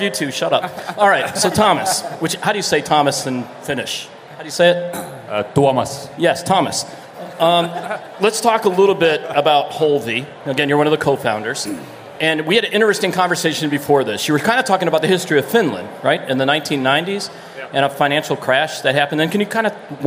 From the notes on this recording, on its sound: This week's very special show was recorded live at a beach party in Helsinki (no, really), hosted by Finnish bank, OP.